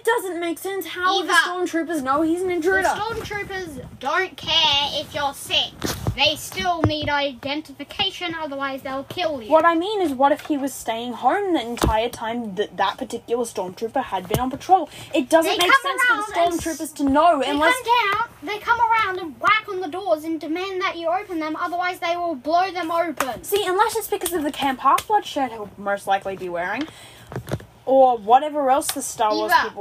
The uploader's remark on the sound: It’s basically us just having a very heated discussion. Headphone users, I am very sorry for the noise.